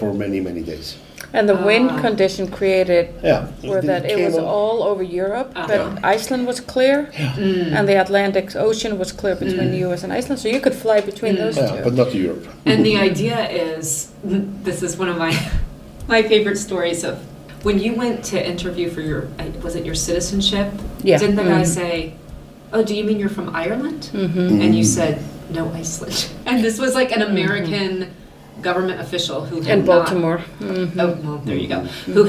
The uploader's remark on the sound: On location in one of Reykjavik’s most famous restaurants, þrír Frakkar.